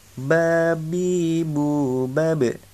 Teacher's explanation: makhrajnya dari dua bibir yang ditutup, kemudian pelafatannya adalah ditekan, tidak keluar nafas dan memantul ketika disukun. · Term: qalqalah